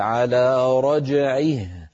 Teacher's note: لما نقف عليه نقول على رجعه بهاء ساكنة، ولا نقول على رجعه، فلا يكون مد الصلة إلا في حال الوصل.